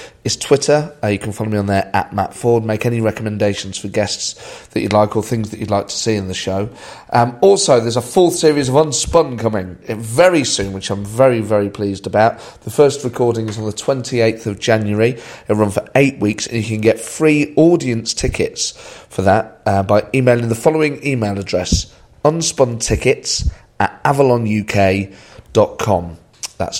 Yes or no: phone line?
no